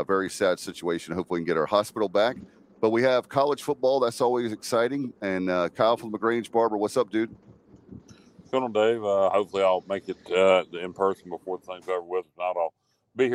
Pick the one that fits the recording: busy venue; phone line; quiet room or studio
busy venue